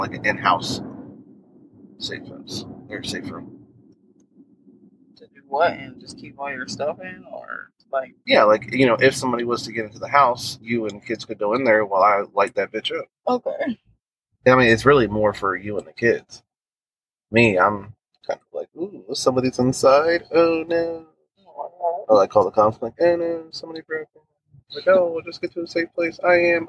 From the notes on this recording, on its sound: Y'all are taking a ride with us. During our little day trip in the car.